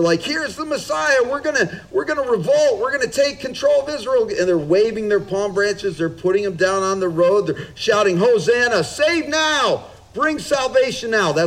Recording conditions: outdoors